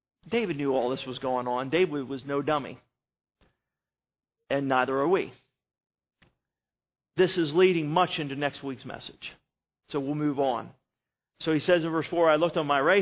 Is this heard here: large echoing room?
yes